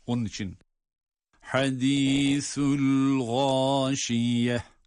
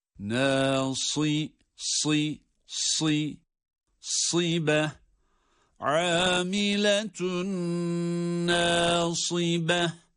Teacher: Yine sonda yuvarlak ta, diğer bir ifadeyle kapalı ta olduğu için bunları ha sesiyle okuyorduk duruş halinde.